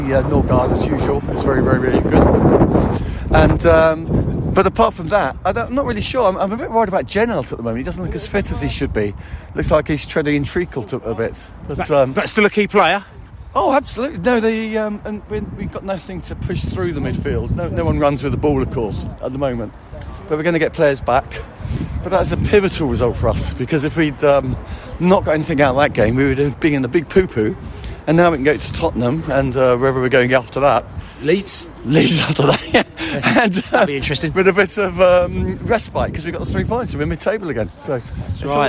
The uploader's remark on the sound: Post-Match Podcast from the Stand and Pub. We spoke to both Brentford and Everton fans in the stands and in the pub after the match.